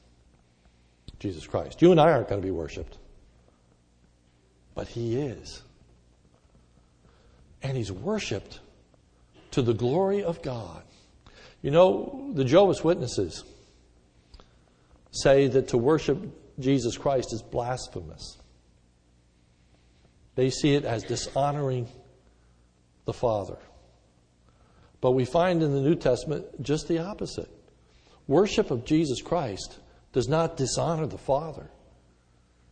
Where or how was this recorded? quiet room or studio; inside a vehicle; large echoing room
large echoing room